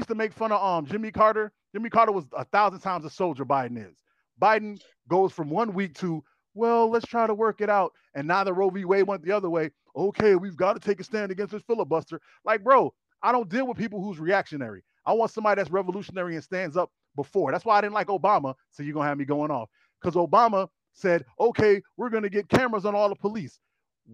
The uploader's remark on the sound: a phone interview with an old friend